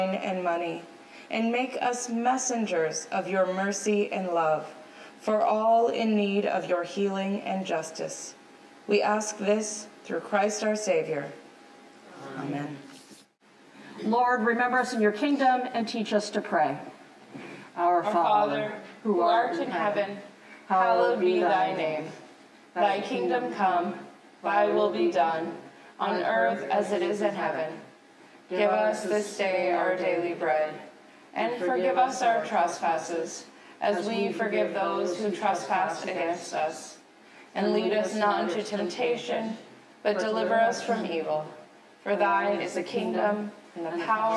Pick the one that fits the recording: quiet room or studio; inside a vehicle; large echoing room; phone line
large echoing room